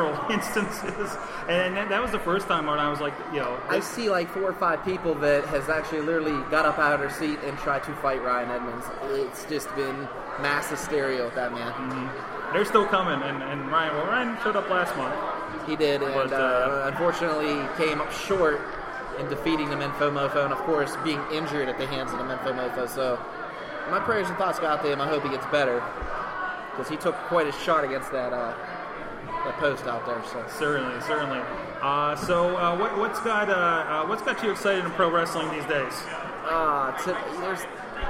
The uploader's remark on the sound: This is a special live episode recorded as fans filed in for RWA Open Season in West Newton, PA.